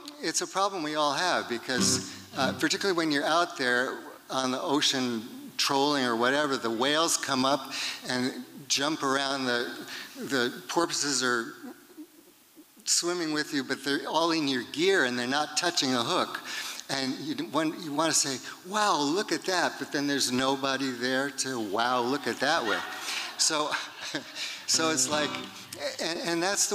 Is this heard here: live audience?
yes